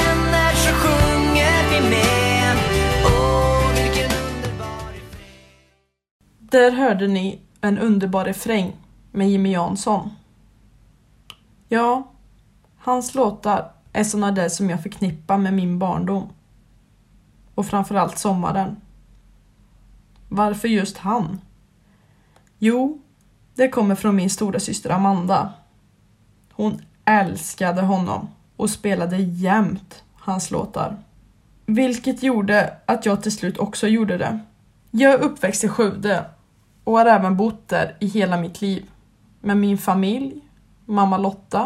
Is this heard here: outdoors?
no